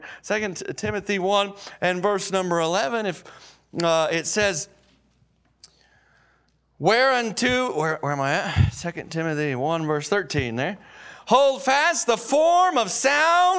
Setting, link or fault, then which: setting, large echoing room